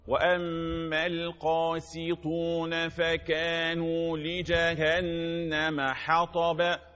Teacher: وأما القاسطون بالسين مش بالصاد، مش معنى استقبالك للطاء المفخمة تقلب السين إلى صاد